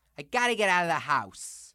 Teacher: the New York dialect tends to be relatively monotone